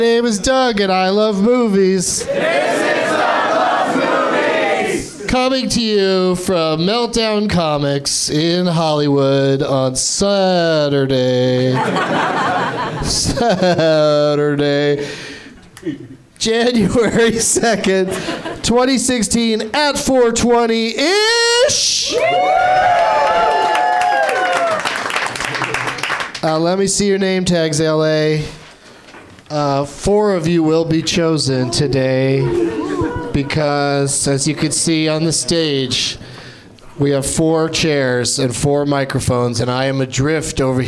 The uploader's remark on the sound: Live from the NerdMelt Showroom in Los Angeles